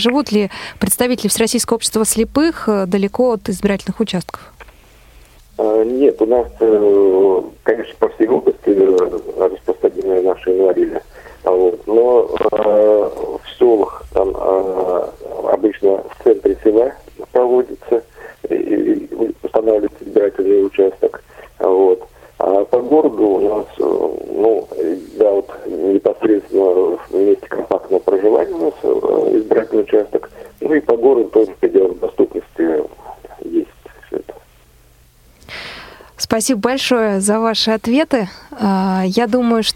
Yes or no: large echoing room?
no